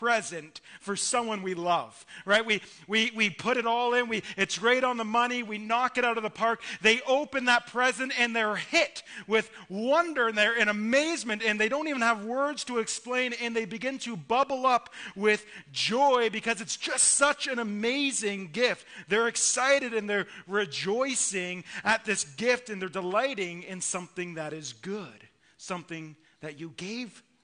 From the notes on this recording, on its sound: Listen to our Christmas Eve sermon delivered at our evening service.